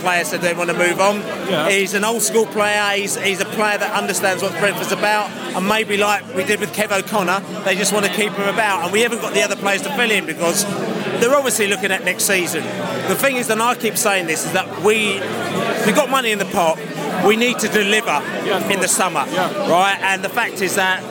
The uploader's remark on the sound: post-match podcast from the pub